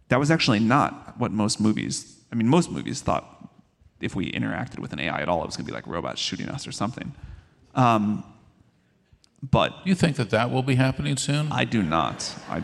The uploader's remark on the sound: Straight from Dreamforce, the world’s largest AI & CRM conference